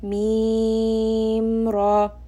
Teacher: when I said mim and ra, I didn't merge them together